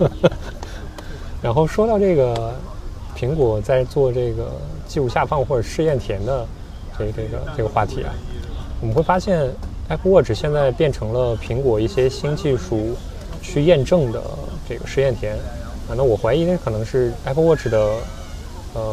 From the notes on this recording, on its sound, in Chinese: 这次虽然做了一些准备，但发现室外背景的杂音还是挺多。